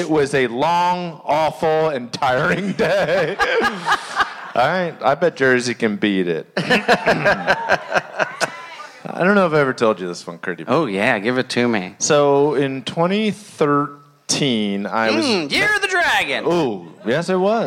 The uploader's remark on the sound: Live From Asbury Park